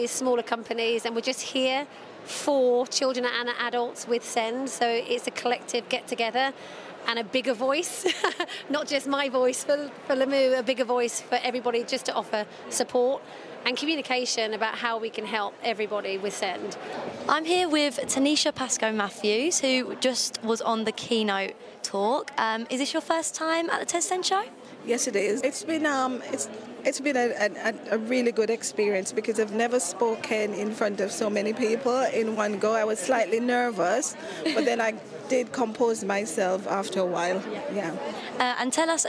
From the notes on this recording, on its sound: The SEND Network were lucky enough to attend the Tes SEND Show. Caught up with some of the speakers and exhibitors at the show.